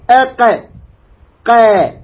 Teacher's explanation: القاف أقصى اللسان، وهو ما يحاذيه من الفك الأعلى. أقصى اللسان أي أبعد اللسان، هذا أبعدها القاف.